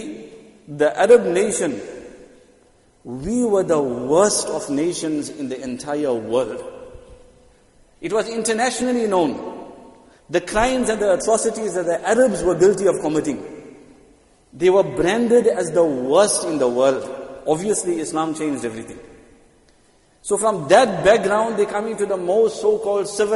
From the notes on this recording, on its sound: Jumuah lecture at Masjid ut Taqwa 20 Jan 2023